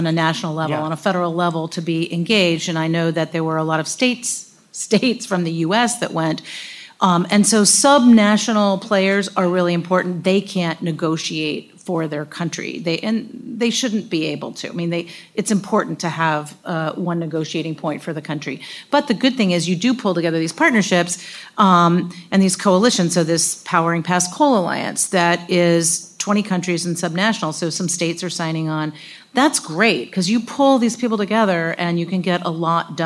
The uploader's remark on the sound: we recorded live at Greentown Labs , the largest cleantech incubator in the country.